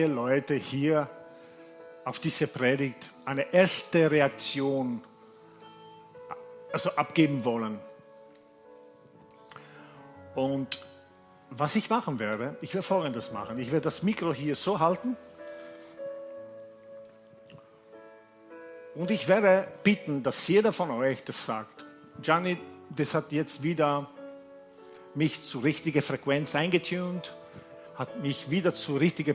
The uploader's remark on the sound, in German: Gottesdienst live aus der LIFE Church Wien